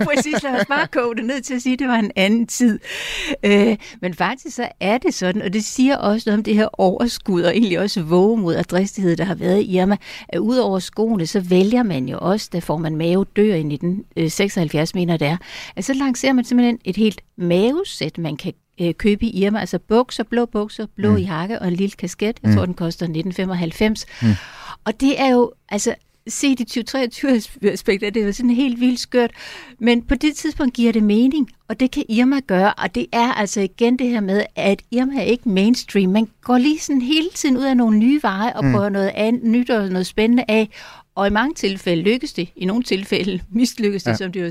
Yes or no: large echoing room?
no